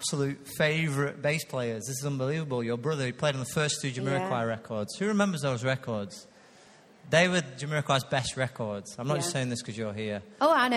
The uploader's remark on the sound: Recorded live at Life Church Lancashire